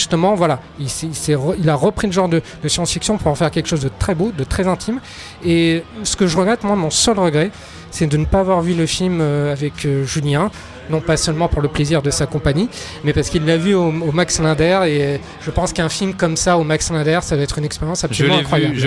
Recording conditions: busy venue